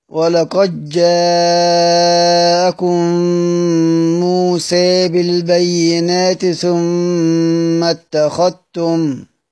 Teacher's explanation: نقرأ نفس الطريقة كده كده، خلصنا كل اللي بيظهره ولقد جاء. نبدأ في الإدغام، إدغام الدال في الجيم